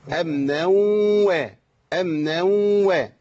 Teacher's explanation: التنوين راح فين؟ ادغم في الواو، بقت الواو مغنى